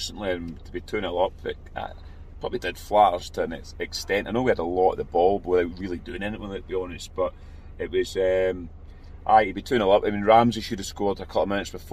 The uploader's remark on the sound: Reaction from the car